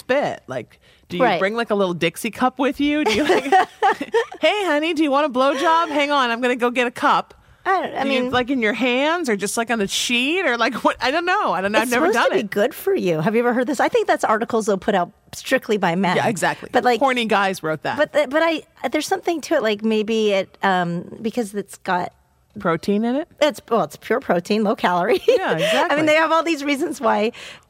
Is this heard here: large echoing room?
no